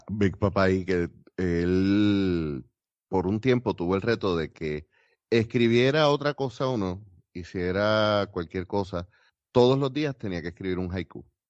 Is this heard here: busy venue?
no